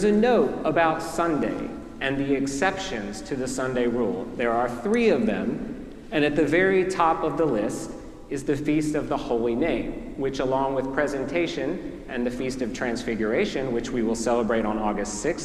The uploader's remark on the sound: preached at our celebration of the Holy Eucharist on the Feast of the Holy Name.